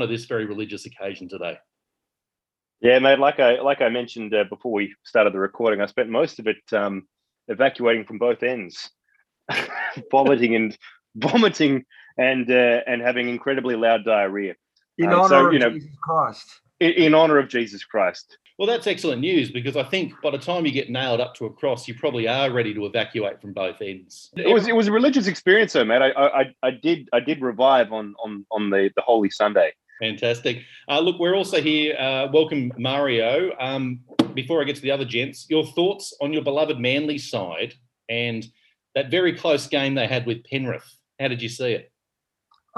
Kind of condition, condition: link, video call